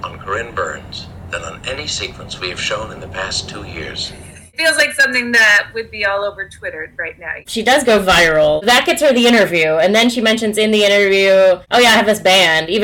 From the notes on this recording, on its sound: We experienced many technical difficulties during this episode so the sound quality is worse than usual.